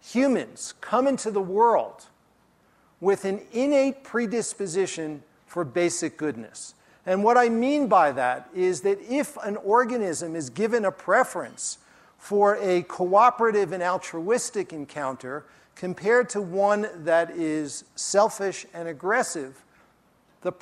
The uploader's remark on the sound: during his talk at the Festival